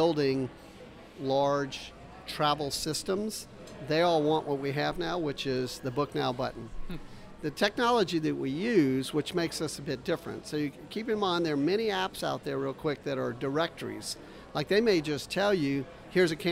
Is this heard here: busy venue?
yes